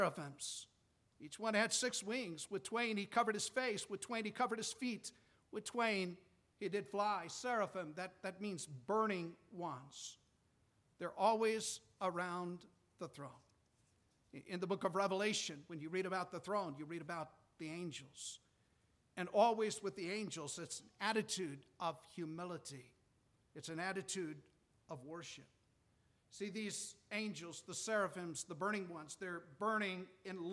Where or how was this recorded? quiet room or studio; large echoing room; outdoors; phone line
large echoing room